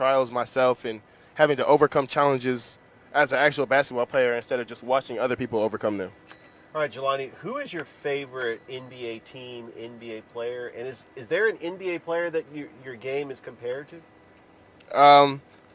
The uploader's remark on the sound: Exclusive coverage live at Bull Creek Golf Course in Midland, GA for the CSU Basketball Golf Tournament.